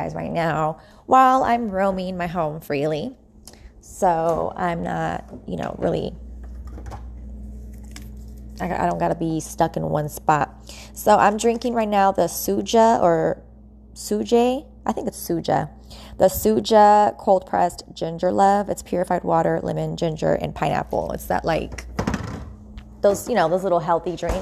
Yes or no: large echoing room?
no